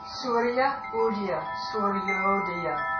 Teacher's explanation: The A plus the U goes to O.